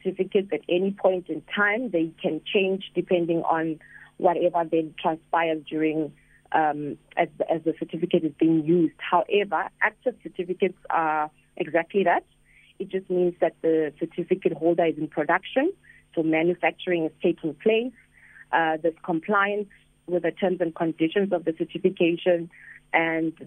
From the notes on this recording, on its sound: We are joined on the line.